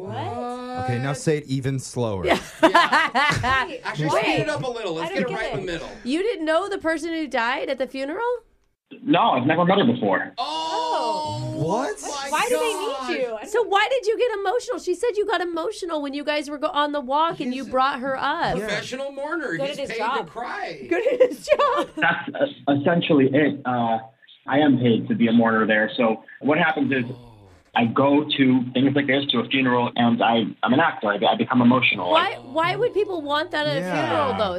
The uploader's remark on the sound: We have a listener on the phone today